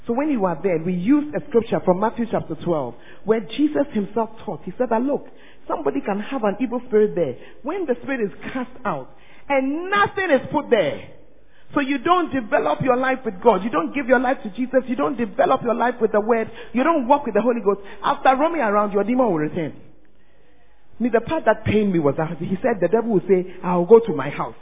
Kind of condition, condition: setting, large echoing room